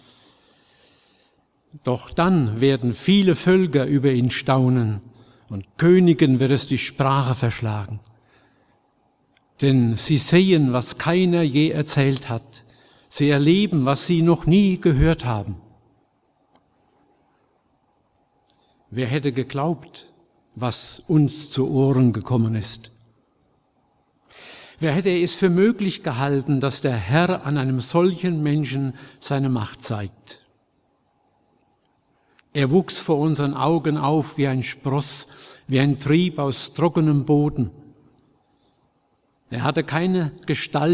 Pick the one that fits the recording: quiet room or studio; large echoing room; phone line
large echoing room